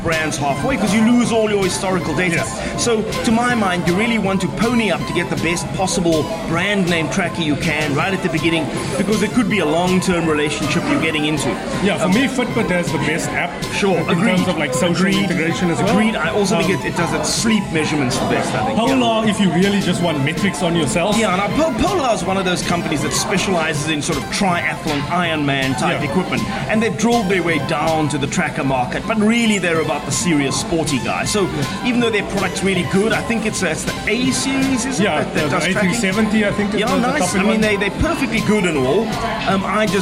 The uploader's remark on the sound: back at Brownies&Downies during the lunchtime rush and try to spin the ambient noise as a podcast feature